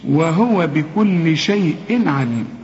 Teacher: إنما وهو بكل شيء بعدها عين، العين من حروف الإظهار، ست حروف من غنش جنبهم أبدا، من ضمنهم العين دي. كل تنوين يجي بعده عين ما تغنش